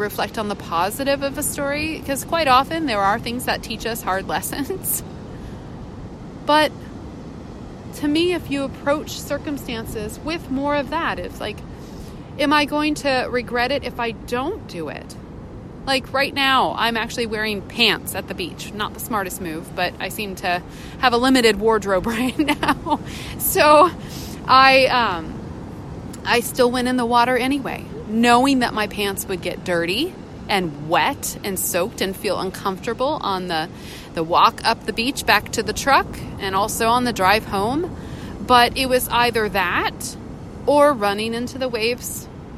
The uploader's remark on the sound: recorded at the beach with the crashing waves in the background